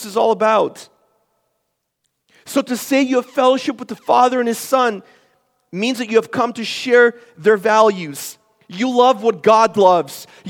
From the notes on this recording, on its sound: This is a sermon I preached at Forward Church for our Christmas series.